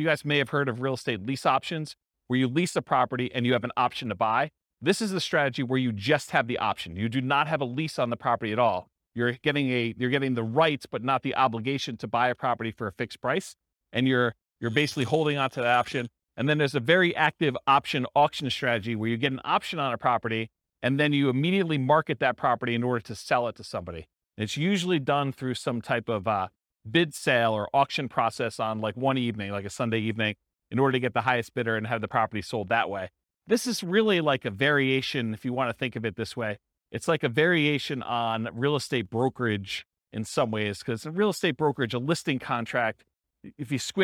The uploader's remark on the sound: This was a live class recorded